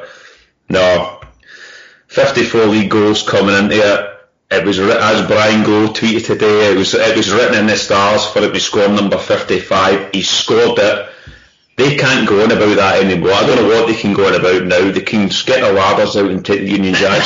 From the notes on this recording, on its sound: Sorry about the recording quality